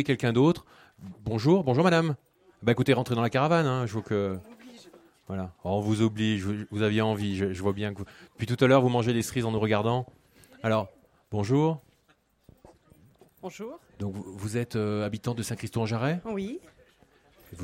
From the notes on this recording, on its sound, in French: Enregistrement de l'émission de clôture du festival vivre ensemble tout un art en direct du marché de Saint-Christo-en-Jarez le 8 Juin 2019. Enregistrement de l'émission de clôture du festival vivre ensemble tout un art en direct du marché de Saint-Christo-en-Jarez.